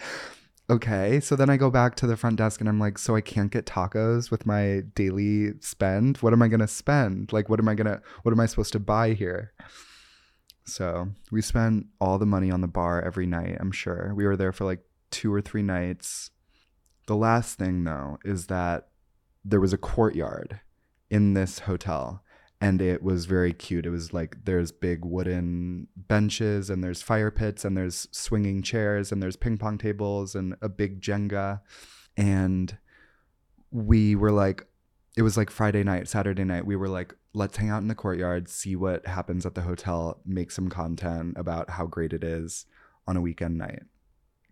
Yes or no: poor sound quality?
no